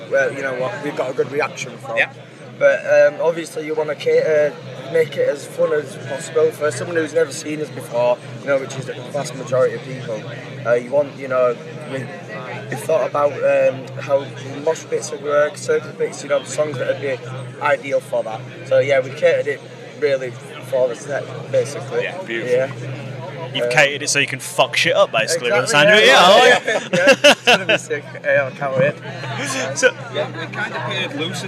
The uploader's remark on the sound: From our 'Live from Bloodstock 2023' series.